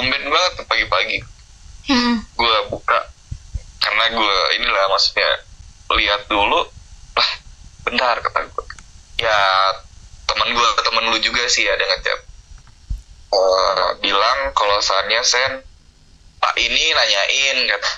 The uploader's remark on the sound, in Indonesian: Mohon maaf jika suaranya masih belum jernih